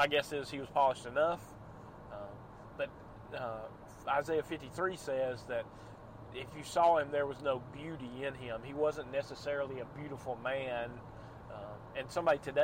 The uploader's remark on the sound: Night. Rain. Driving.